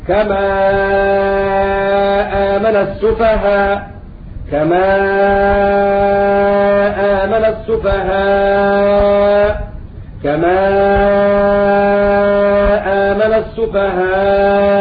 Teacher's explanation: إذا كانت الهمزة متطرفة مثل كما آمن السفهاء أو من السماء يشاء، تبدل الهمزة ألف فيجتمع ألفان. فإذا اعتبرنا حذف الأولى كان لنا القصر، وإذا اعتبرنا حذف الألف الثانية كان لنا القصر والمد، وإذا اجتمع الألفان كان أيضا فيه التوسط. · Term: ثلاثة الإبدال